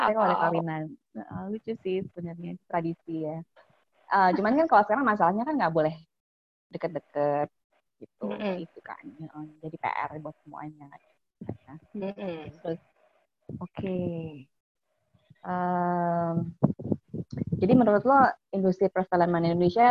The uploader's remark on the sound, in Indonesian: Tadinya saya ragu untuk meluncurkan wawancara ini (karena kualitas rekaman yang pas-pasan).